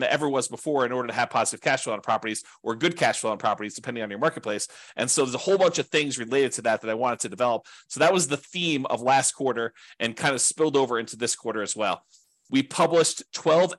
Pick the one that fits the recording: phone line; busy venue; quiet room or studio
quiet room or studio